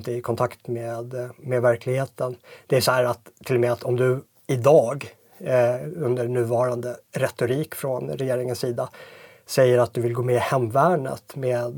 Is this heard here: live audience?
no